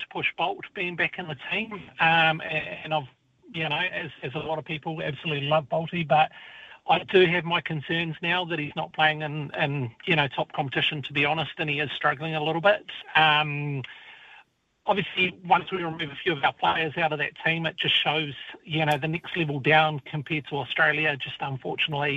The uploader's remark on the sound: opens the phone lines